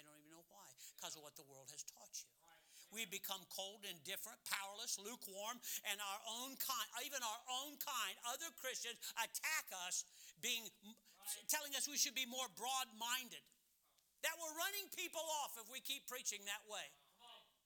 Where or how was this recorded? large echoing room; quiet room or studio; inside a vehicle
large echoing room